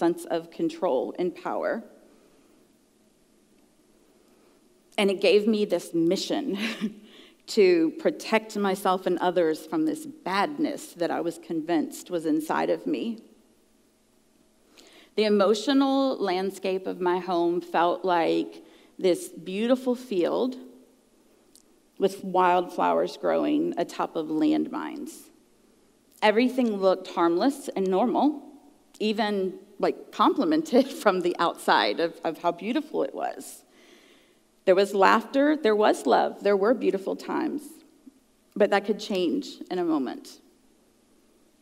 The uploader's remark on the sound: at the June icuTalks live event.